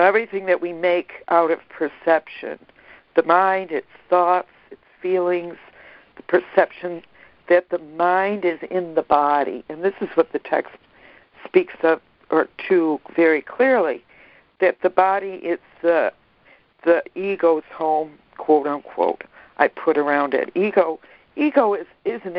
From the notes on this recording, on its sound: ACIM Daily Conference Call